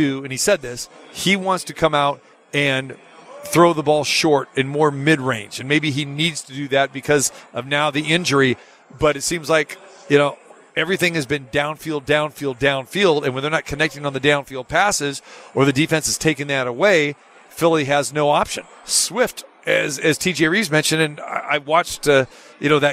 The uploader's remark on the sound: Live From the Super Book at Westgate Las Vegas